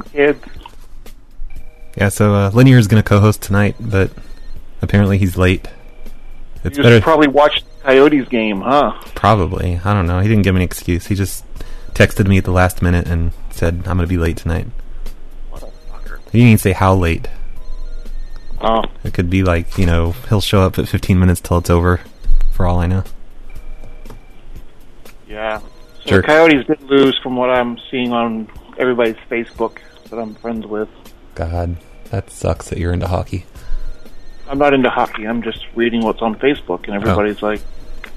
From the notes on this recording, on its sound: Prank Phone Calls